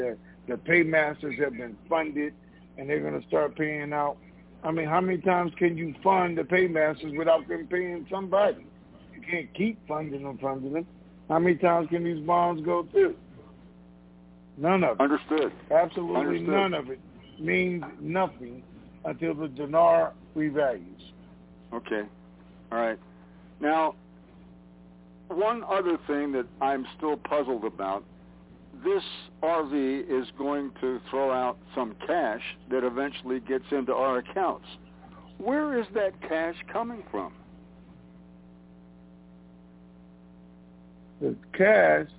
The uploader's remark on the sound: TNTSuperfantastic Conference Call - Wednesday, June 16, 2021